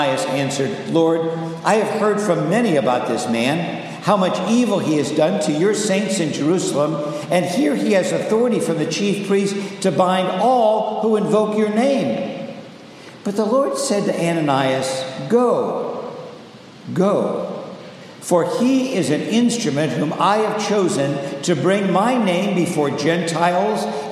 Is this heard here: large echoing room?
yes